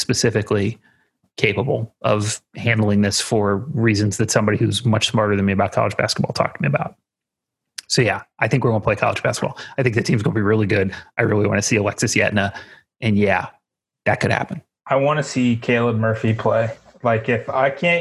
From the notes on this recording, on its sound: jump in the zoom machine